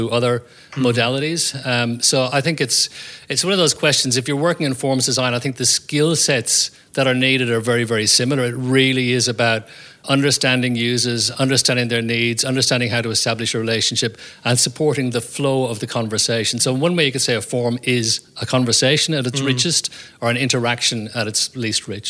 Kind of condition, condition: setting, live audience